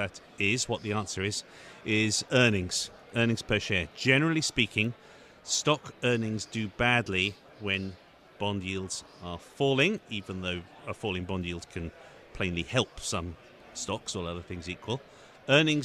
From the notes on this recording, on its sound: Broadcasting Live from Bloomberg's New Energy Finance Forum in NYC.